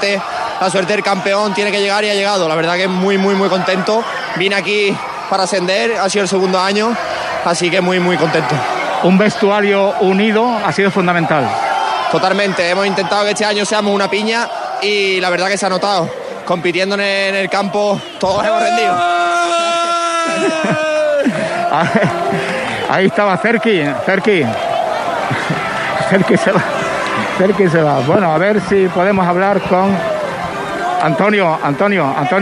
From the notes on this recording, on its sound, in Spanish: Victoria y celebración del ascenso, nuestro microfono llevó la noticia en directo y sobre el terreno de juego.